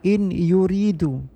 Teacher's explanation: diidghamkan, digabungkan ke huruf ya sehingga nun hilang sama sekali lafaz, tetapi sifat dengung yang harus dipenuhi